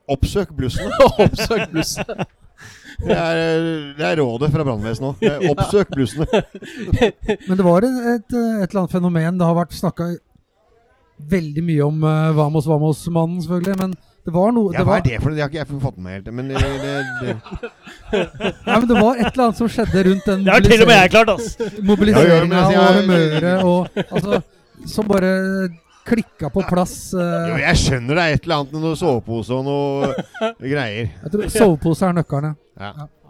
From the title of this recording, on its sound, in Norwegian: Live fra Bohemen